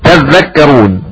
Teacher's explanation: وتذكرون بإدغام التاء في الذال لشعبة ومن معه